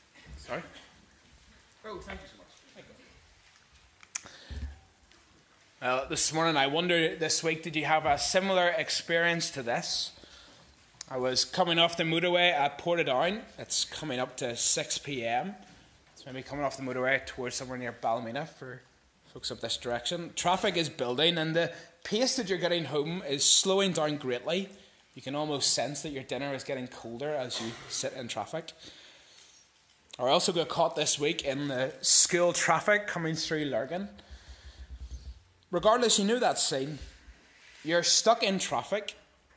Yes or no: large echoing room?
yes